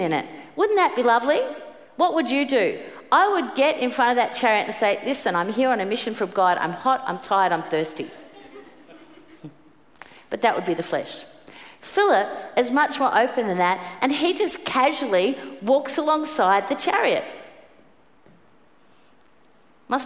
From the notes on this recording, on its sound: Preached at the 5pm service